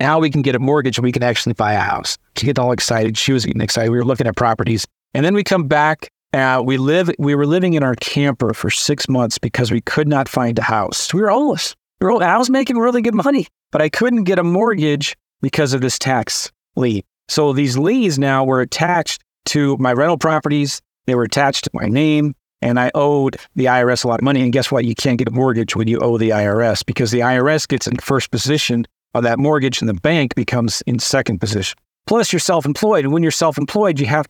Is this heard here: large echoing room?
no